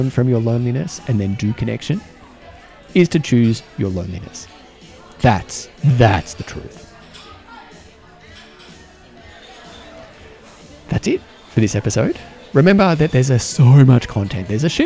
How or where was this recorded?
busy venue